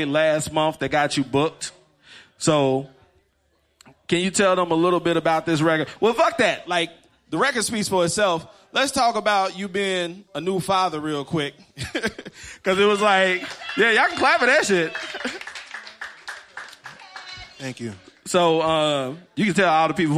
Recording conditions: busy venue